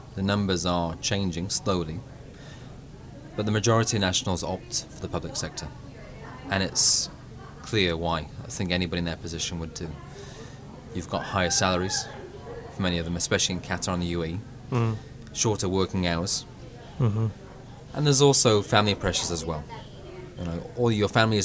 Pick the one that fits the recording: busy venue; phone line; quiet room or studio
busy venue